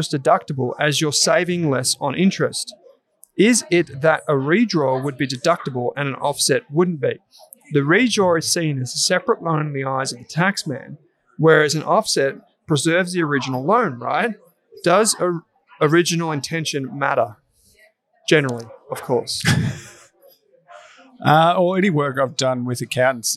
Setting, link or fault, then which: setting, busy venue